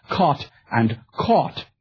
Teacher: words like cot, C-O-T, and words like caught, C-A-U-G-H-T, tend to be conflated in the Lower North area and would probably be pronounced more like caught and caught.